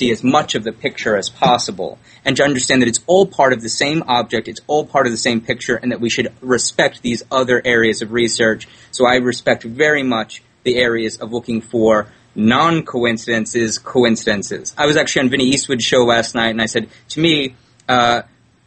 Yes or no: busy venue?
no